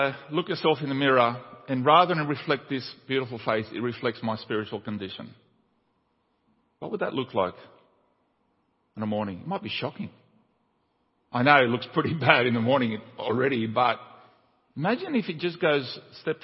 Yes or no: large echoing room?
yes